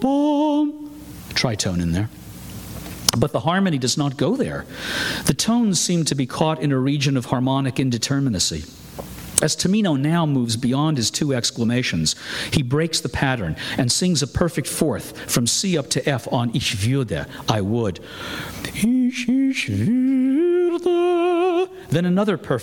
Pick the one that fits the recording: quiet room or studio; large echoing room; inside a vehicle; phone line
large echoing room